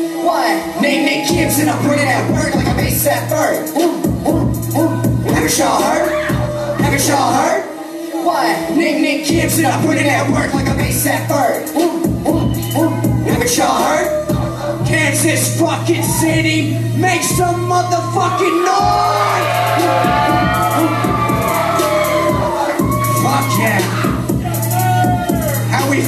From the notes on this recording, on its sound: Live At The Roxy 11/7/2020